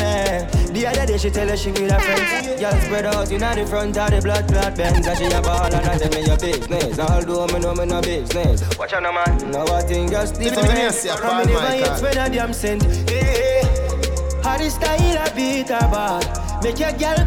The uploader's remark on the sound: LIVE AT ISLAND SATURDAYS ON SEPT 7TH